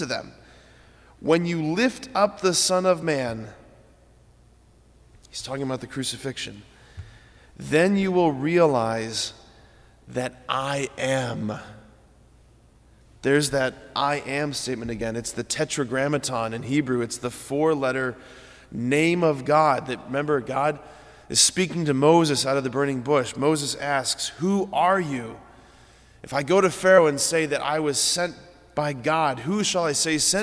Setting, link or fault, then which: setting, large echoing room